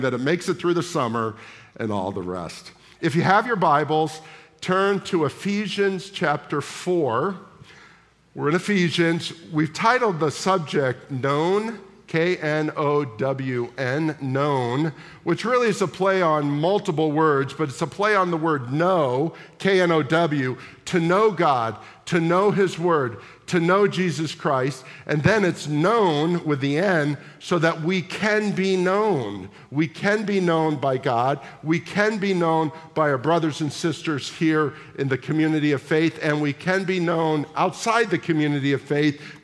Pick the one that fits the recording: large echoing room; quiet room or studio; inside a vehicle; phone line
large echoing room